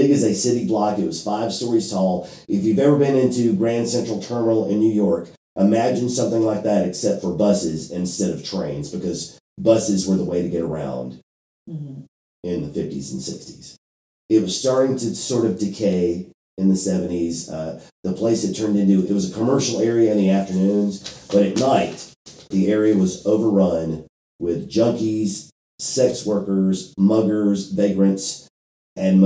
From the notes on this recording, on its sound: Audio disclaimer: This week's episode had some technical difficulties. The sound quality is not up to our usual standards.